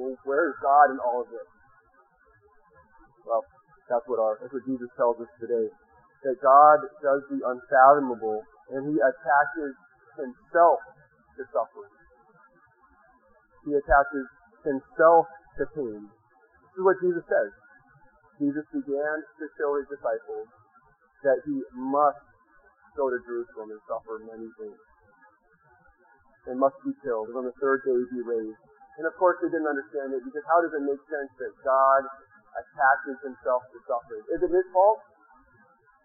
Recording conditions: poor sound quality